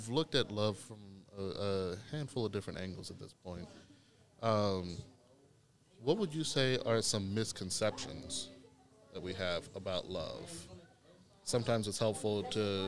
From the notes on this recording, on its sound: Recorded during the June Teen Vibe Camp.